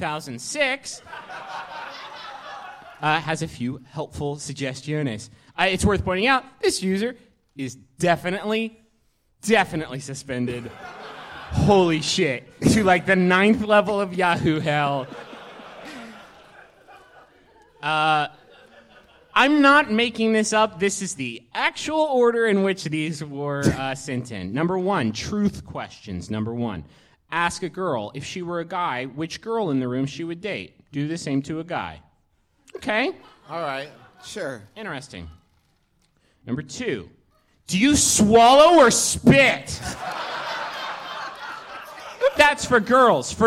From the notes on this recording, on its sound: We did this live show in Los Angeles a few months ago.